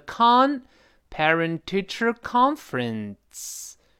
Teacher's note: 这个 parent 读它相对低一些，teacher 已经声音有点往上扬了